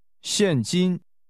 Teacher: Cash is pronounced with a falling 现 and a high level tone.